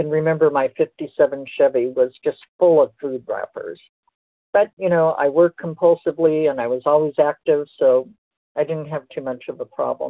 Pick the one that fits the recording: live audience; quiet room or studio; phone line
phone line